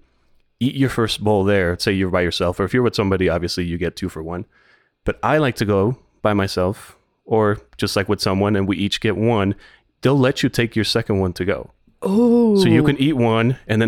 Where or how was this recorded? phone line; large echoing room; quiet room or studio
quiet room or studio